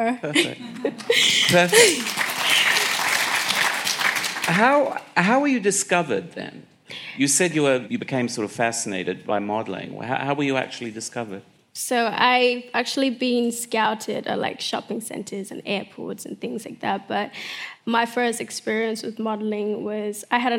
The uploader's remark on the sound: on stage at BoF VOICES in 2018